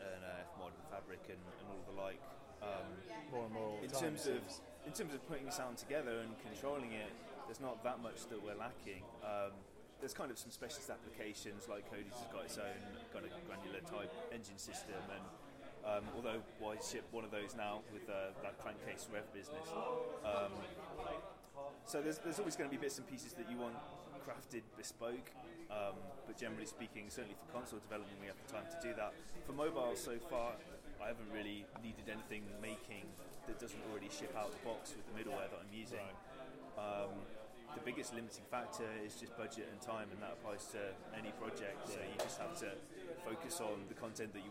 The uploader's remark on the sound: at the audio track day at Develop in Brighton 2014